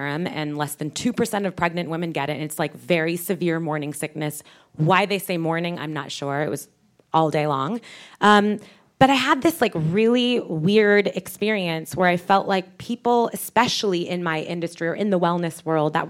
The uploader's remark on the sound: It’s the first Idea Fountain episode we’ve taped in public with an audience at The Bungalow in Santa Monica.